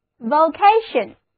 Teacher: 欧字母发作 O 的本字母音，重音放在第二个音节上